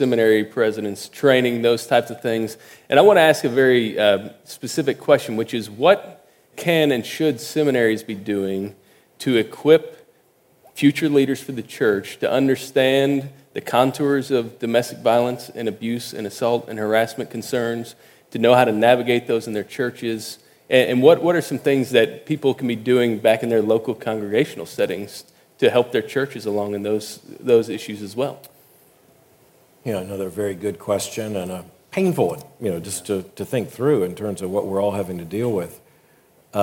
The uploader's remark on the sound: at the Southern Baptist Convention Pre-Conference in Dallas, Texas, on June 9, 2018.